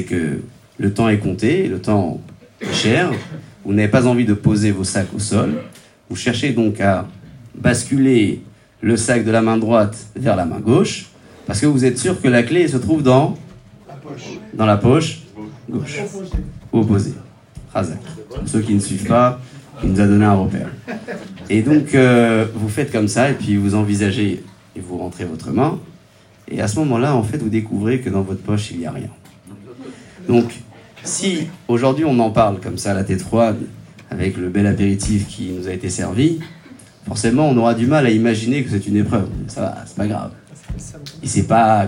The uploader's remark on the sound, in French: Conférence donnée le 23/11/2023 à Neuilly Plaisance